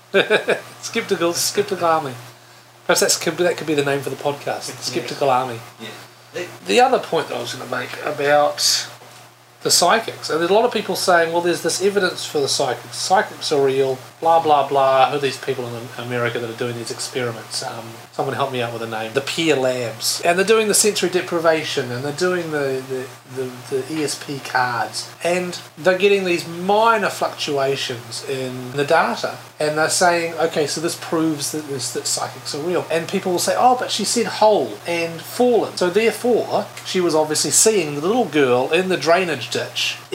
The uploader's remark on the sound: Yes we know about the sound.